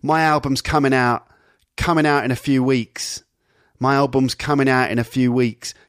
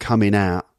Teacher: So for an ing, it sounds like an N. Come in, not coming, ing, ing, ing at the back, but coming out.